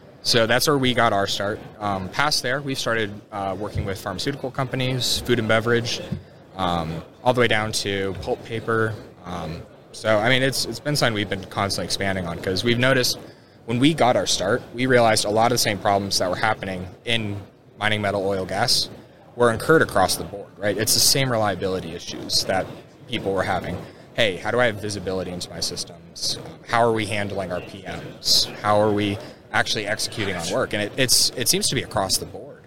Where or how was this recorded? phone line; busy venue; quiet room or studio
busy venue